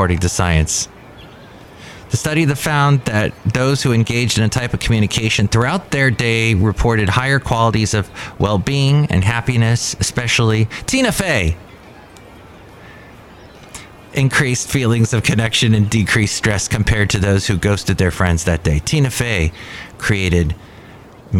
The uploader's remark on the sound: podcasts live from Cafe Anyway